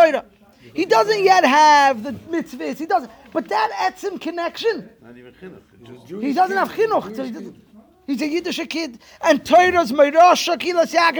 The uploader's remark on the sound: Live Shiur